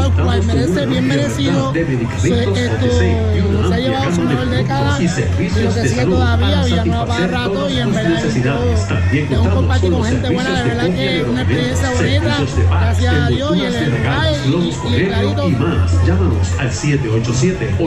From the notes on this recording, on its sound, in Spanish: Tras la invitación que nos hicieran el Comité Organizador del Festival La Loma del Tamarindo a poder ir a grabar parte del Festival. Llegó al Festival y pudo grabar parte del evento, además de varias entrevistas.